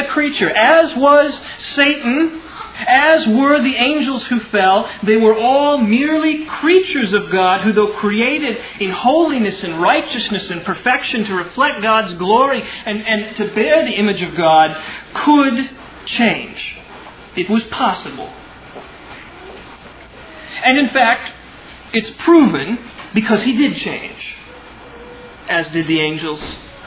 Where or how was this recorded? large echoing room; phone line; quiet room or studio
large echoing room